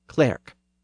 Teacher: Chaucer probably pronounced the word clerk with its original short e sound